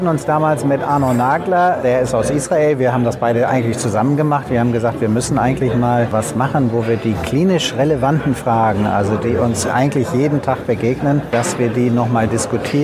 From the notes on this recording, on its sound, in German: Live Interviews Teil 1 aus dem Getümmel des gut besuchten COSTEM Kongresses 2022 in Berlin